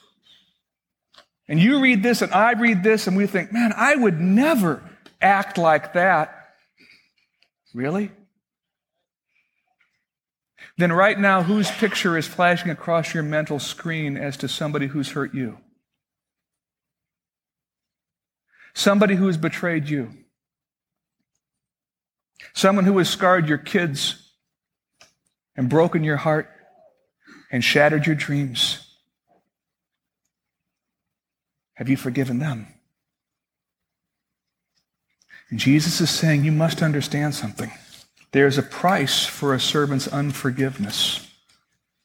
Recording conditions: large echoing room